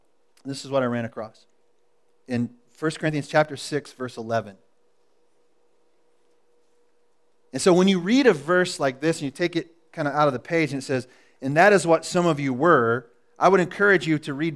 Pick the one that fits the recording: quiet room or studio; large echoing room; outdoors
large echoing room